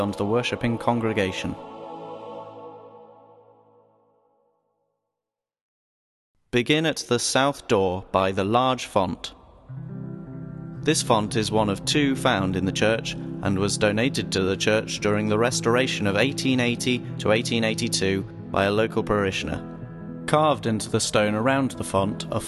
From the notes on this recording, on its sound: Audio tour of St Laurence's Church, Frodsham